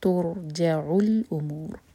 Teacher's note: जब हम रॉ पर पहुँचें तो हमारे होठ गोल ना रहें, फ्लैट हो जाएं · Term: रॉ हैवी